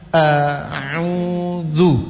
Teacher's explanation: Alif bedakan dengan huruf ain. Huruf ain sedikit menekan tenggorokan yang bagian tengah.